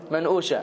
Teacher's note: Middle Eastern people in general, Egyptian as well, the qaf is a hamza. So instead of manqusha, they called it manusha.